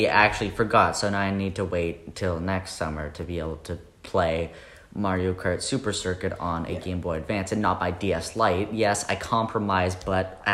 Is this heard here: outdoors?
no